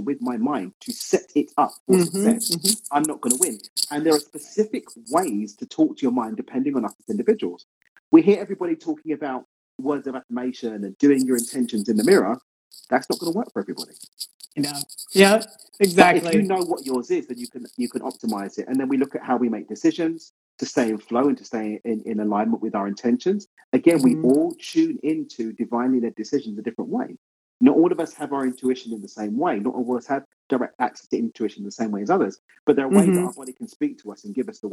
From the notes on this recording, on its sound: The Midlife Makeover Show LIVE on Instagram